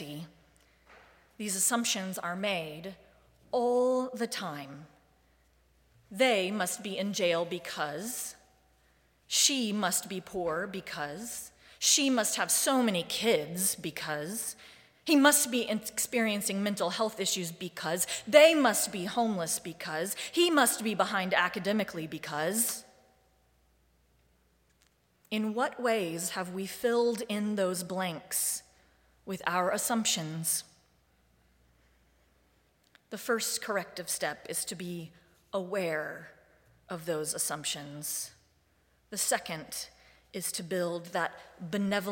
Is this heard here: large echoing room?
yes